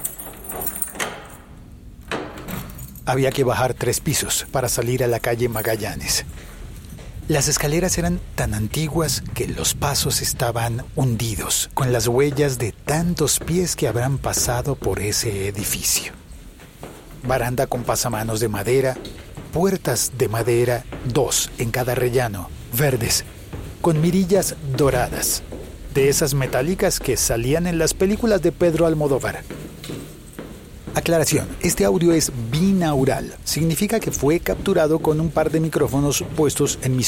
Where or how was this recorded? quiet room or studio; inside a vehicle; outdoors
outdoors